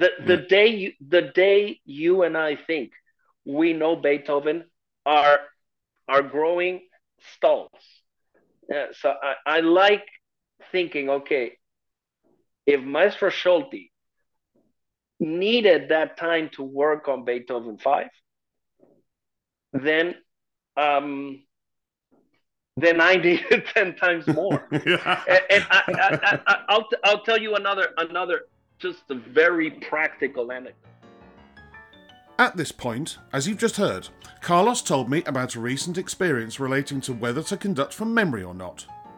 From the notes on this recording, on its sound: This interview was recorded on 1st June 2023 via Zoom.